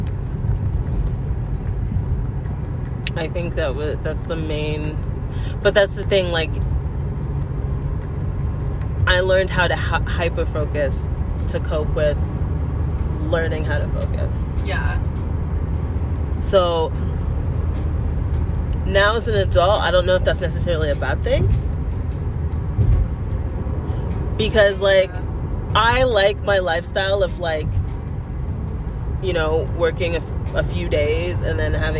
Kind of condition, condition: setting, inside a vehicle